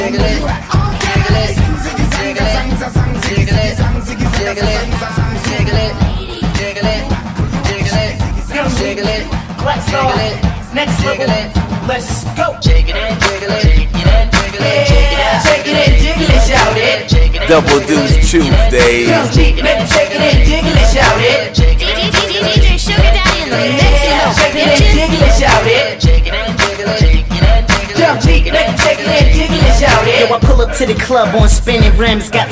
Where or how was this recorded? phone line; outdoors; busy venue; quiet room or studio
busy venue